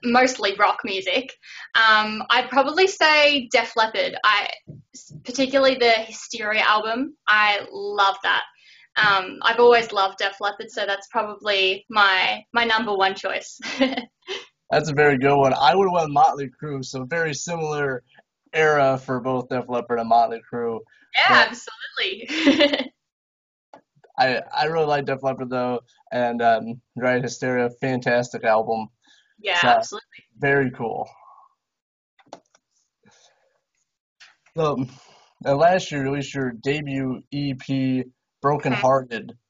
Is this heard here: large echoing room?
no